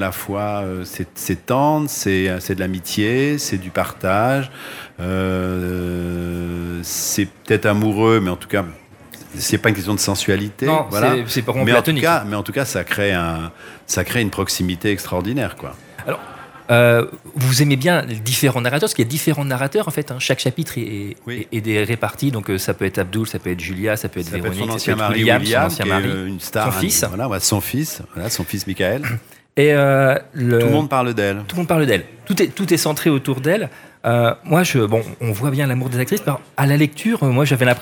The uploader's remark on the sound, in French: En direct du salon du livre dimanche 2 octobre 2022. Était sur les radios de la FRAMA en direct du salon du livre. Faites Lire 2022.